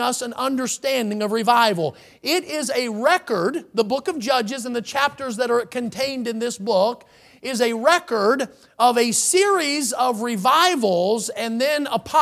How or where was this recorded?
large echoing room